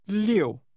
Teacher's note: Say again, 6, using a falling tone.